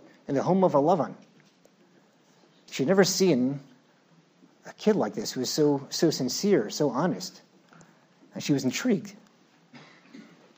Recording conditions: large echoing room